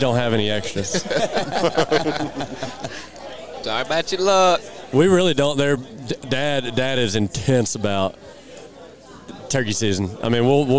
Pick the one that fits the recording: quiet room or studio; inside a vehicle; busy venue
busy venue